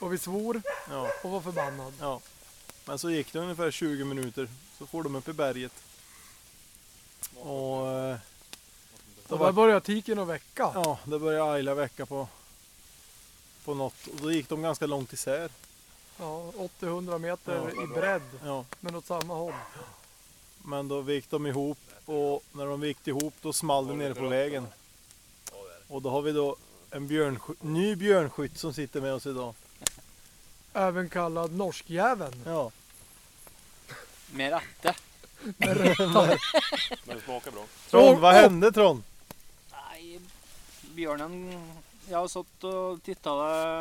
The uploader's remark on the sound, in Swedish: Har varit på björnjakt i Jämtland. Hade med sig ljudinspelaren dit så ni kommer få höra intervjuer med björnskyttar och hundförare.